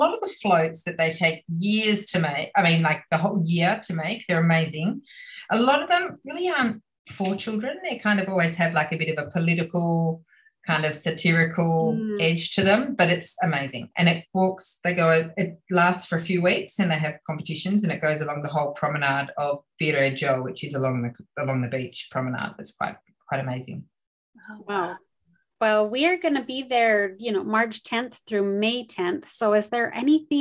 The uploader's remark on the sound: A rainy day in Florence via Zoom.